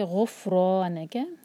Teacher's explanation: را پر فتح ہے تو ہم اس کو ہیوی پڑھیں گے